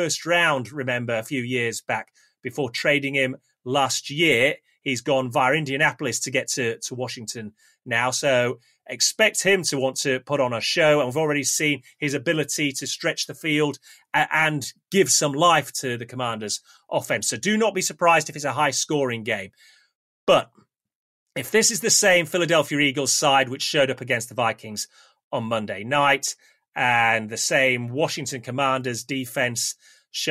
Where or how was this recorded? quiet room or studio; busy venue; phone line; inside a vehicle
quiet room or studio